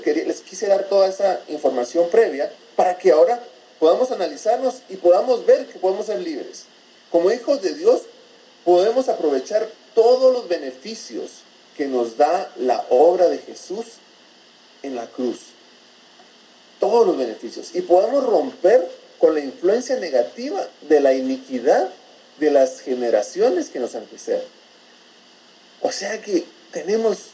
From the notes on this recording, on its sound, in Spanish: Por dificultades técnicas no pudimos tener una mejor calidad de audio. Nos disculpamos de antemano por la calidad del audio.